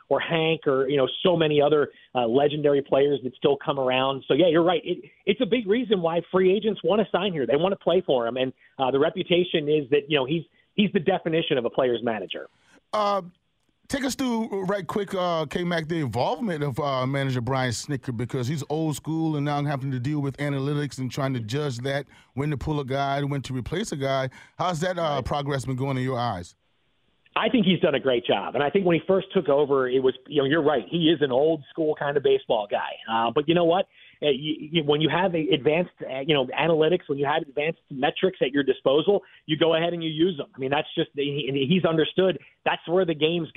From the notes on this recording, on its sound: called into the show